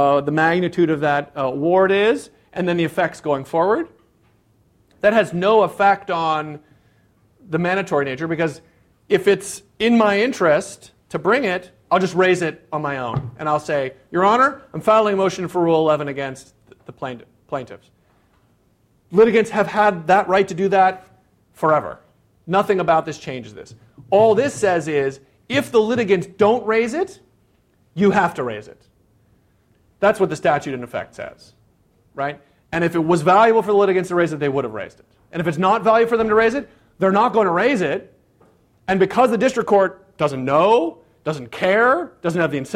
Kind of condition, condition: setting, live audience